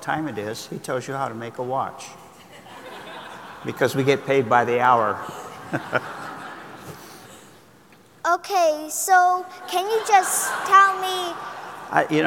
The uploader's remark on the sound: In front of a live audience. As part of the Coal+Ice Festival in San Francisco.